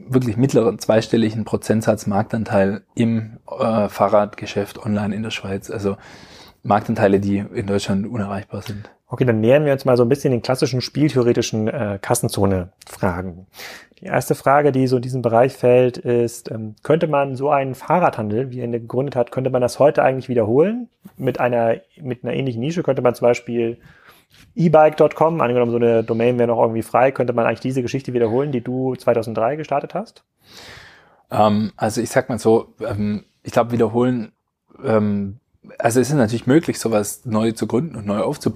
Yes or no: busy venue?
no